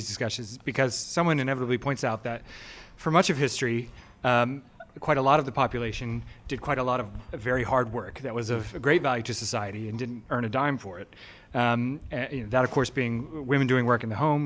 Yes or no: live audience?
yes